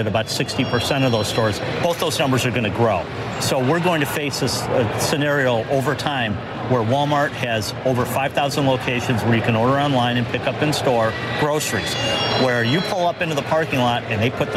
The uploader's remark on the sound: live from the New York Stock Exchange.